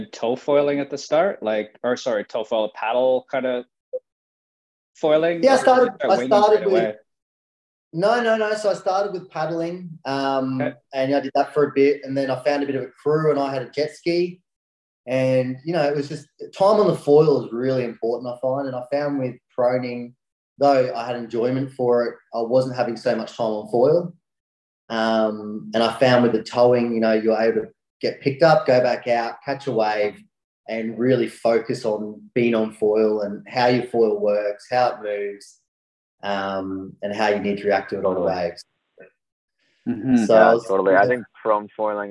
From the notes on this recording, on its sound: Recorded live on Zoom. The audio is not studio quality.